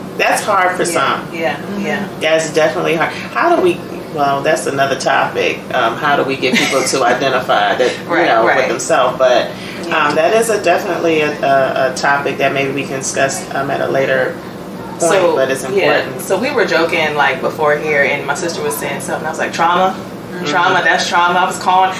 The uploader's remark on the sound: Sorry for audio quality.